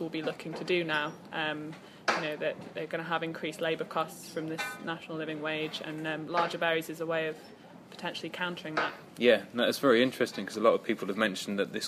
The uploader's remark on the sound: report live from Fruit Focus 2015 in Kent